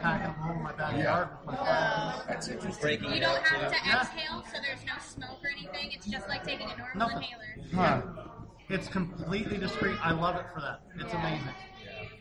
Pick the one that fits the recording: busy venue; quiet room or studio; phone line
busy venue